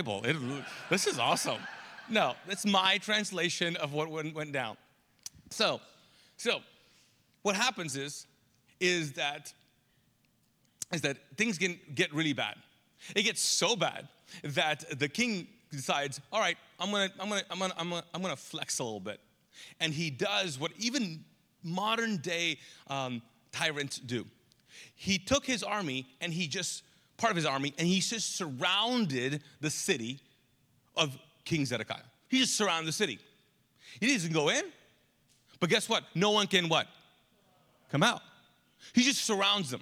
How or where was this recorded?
large echoing room